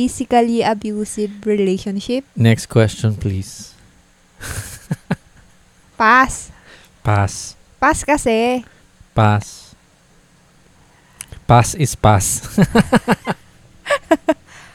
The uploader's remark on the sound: When I first started riding the motorcycle and trying out recording the podcast with a mic on my helmet around 2021.